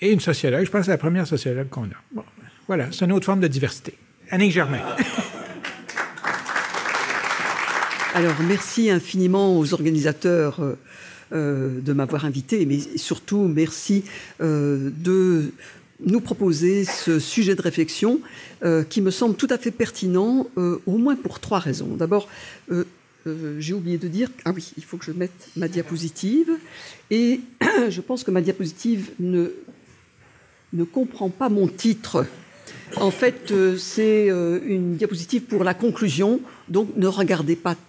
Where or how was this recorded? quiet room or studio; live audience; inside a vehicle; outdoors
live audience